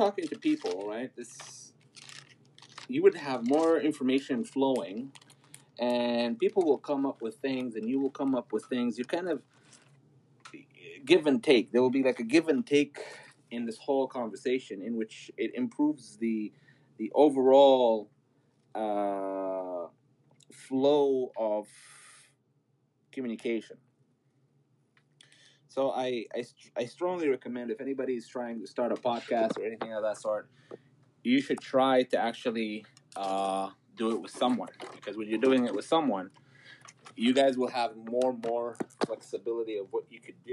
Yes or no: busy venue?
no